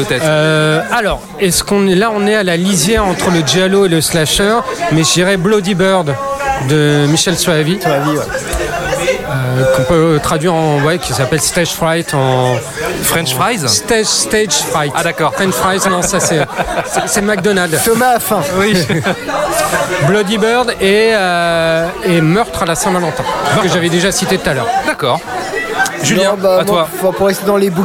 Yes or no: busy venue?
yes